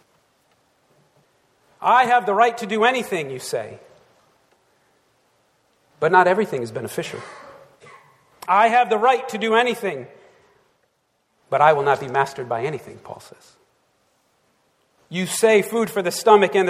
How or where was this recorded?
large echoing room